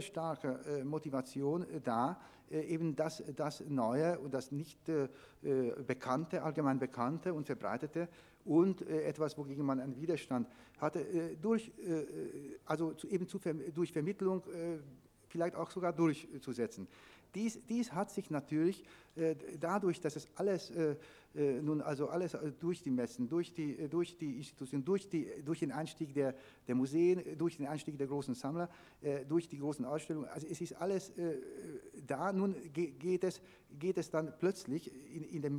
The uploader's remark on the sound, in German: Podiumsdiskussion in Frankfurt. 1987, veranstaltet von der „AICA“, der deutschen Sektion des internationalen Verbands der Kunstkritik.